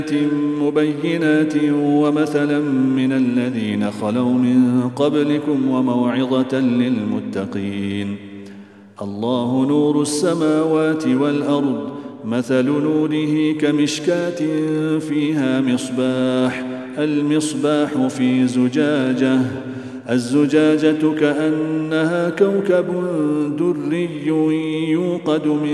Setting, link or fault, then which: setting, large echoing room